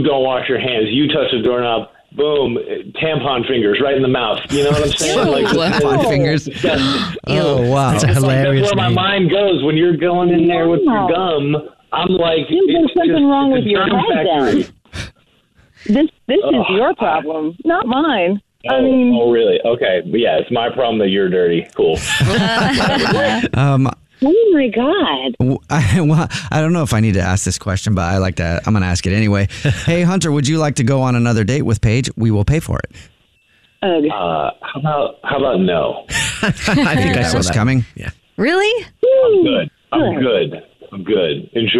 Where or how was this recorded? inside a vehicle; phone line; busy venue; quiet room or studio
phone line